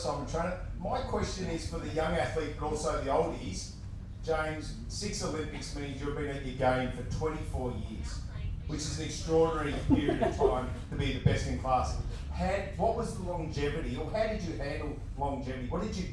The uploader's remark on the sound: LIVE at the World Championships. In Perth at the 2023 ICF Ocean Racing World Championships, and we're so grateful for the crowd that turned out! The sound quality isn't perfect.